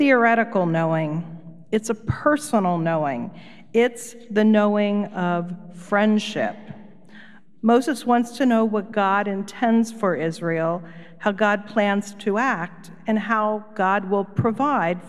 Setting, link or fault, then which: setting, large echoing room